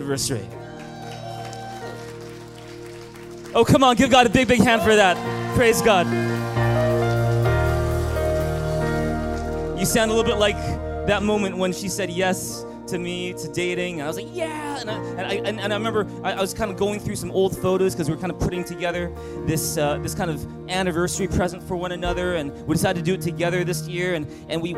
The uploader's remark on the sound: Thrive Leadership Conference (Session 6). Recorded on September 2, 2018 at THRIVE Church Vancouver, Canada.